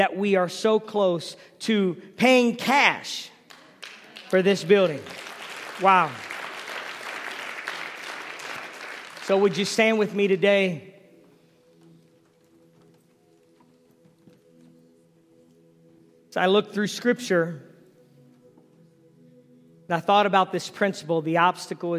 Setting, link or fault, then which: setting, large echoing room